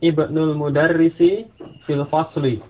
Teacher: ibnu di awal kalimat, maka hamzahnya diucapkan